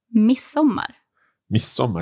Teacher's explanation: So do you not pronounce the D? Not really.